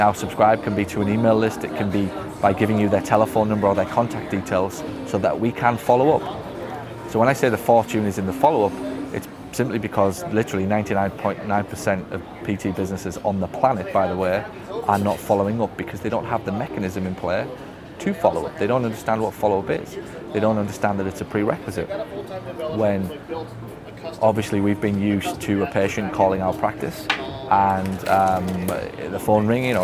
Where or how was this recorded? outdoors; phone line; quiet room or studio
outdoors